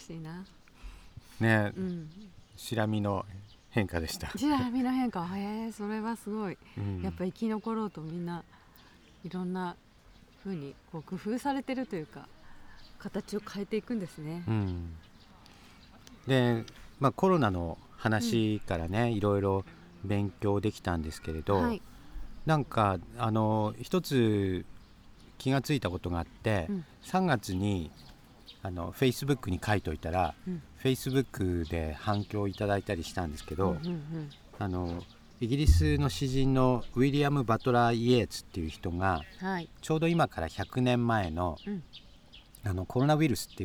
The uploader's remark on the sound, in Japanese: 再び、松本市の「あがたの森」の中で収録を始めました。初夏の空気の中で、鳥の声や公園で遊ぶ家族の声、時には市の広報車の音も入って、穏やかな休日の朝の風景です。